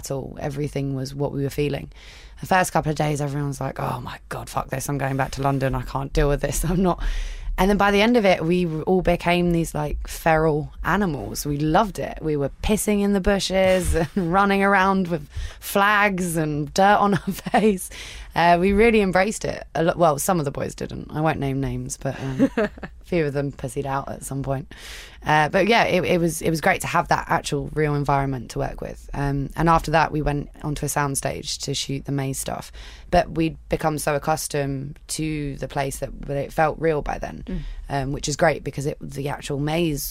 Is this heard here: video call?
no